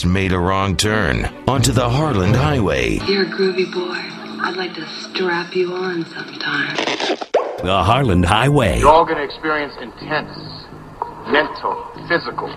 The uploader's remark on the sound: Does some live STAND UP about Aliens. Calls in and tries texting while she's driving.